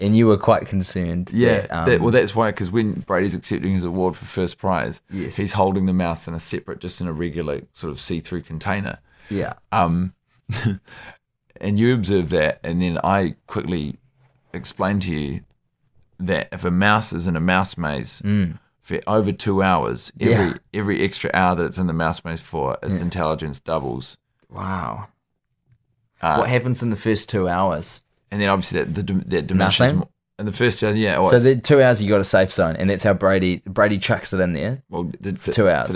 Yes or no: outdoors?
no